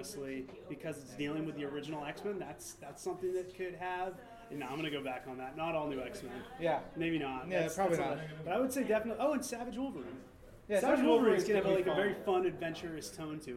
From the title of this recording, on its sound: Live from NYCC